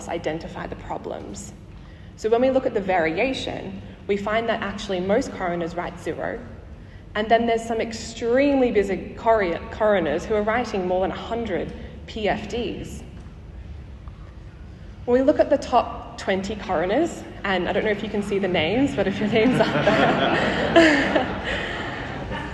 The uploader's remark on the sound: Live from the 2023 Chief Coroner's Conference